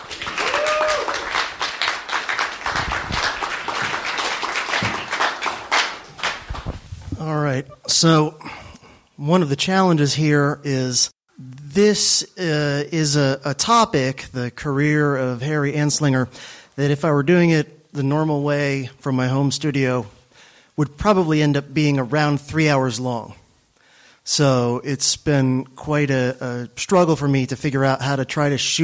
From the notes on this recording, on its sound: At the 2019 Midwest Peace & Liberty Fest in Delton, Mich.